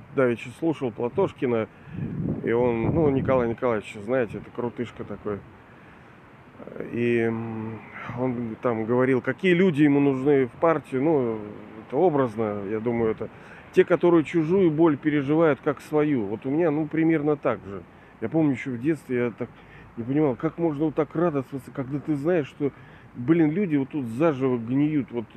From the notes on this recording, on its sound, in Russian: Извиняюсь за качество записи, ветренновато бывало